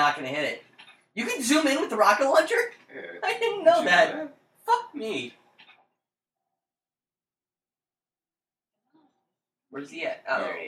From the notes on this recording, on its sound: DISCLAIMER: We had some technical difficulties while recording that we didn't realize we had while recording. Do excuse the unusually bad sound quality.